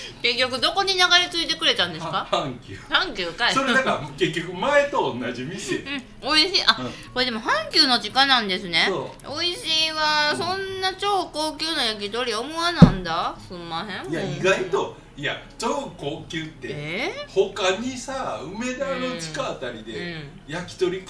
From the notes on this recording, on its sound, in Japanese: 大阪市内の実在BARから配信中